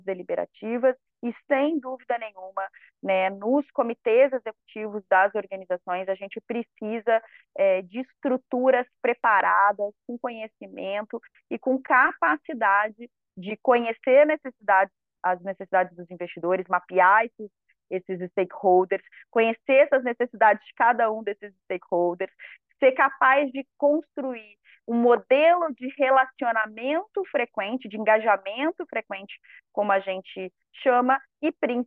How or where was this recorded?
video call